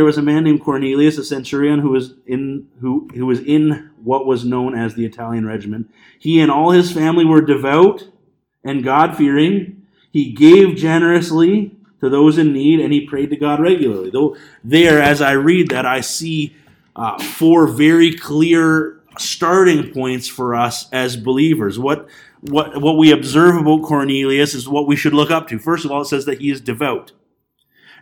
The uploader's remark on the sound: This Sunday morning message was recorded on February 23, 2020 at Bethel Pentecostal Tabernacle in Clinton, BC.